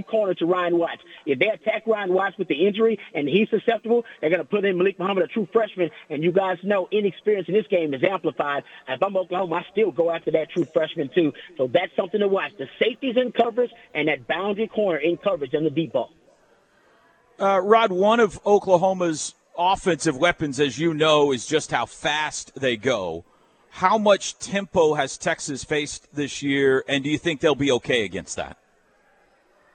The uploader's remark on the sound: live from the Omni in downtown Dallas at the OU Alumni Association's Boomer Bash